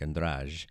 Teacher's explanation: So that's why you heard me calling her more like Andrade for the first couple of sets on Friday afternoon. Really, she kind of drops that E at the end. It's very subtle, and it's more like Andrade.